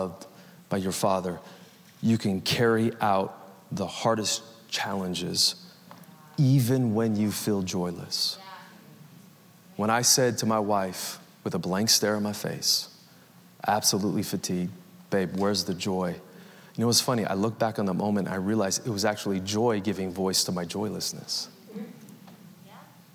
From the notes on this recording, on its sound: Recorded Live at Capital Church in Meridian, Idaho